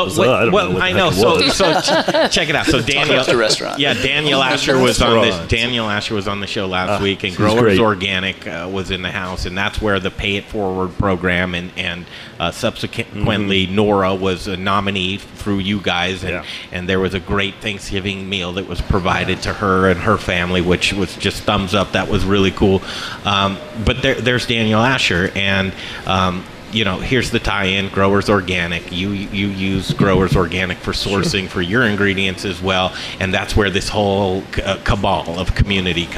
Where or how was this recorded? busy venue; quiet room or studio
busy venue